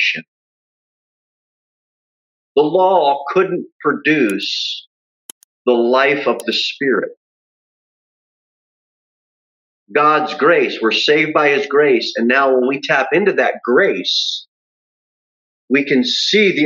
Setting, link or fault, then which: setting, large echoing room